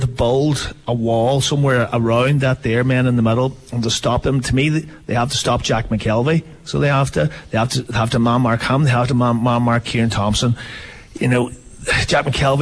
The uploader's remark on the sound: A County Final Preview LIVE from Highland Motors.